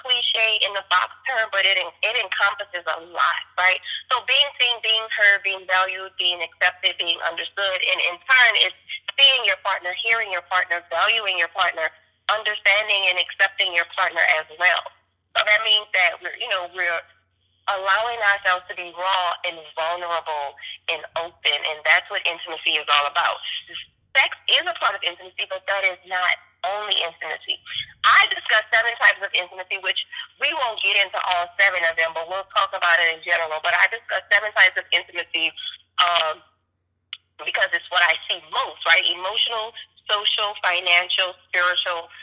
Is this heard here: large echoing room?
no